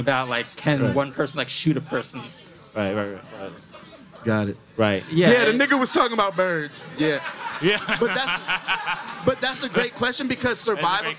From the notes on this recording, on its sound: In Jaded Forum's debut LIVE episode. JADED FORUM is a series of private conversations, public discussions, live performances, and parties based in New York City.